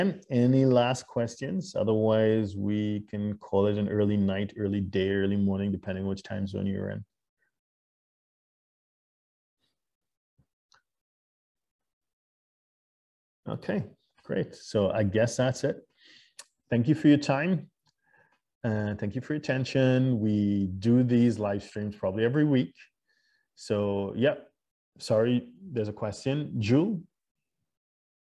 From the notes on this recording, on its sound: LIVESTREAM. For those joining us on Zoom.